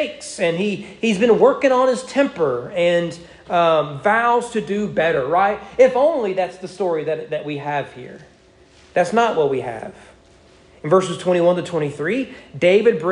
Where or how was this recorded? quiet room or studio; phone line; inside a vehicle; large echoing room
large echoing room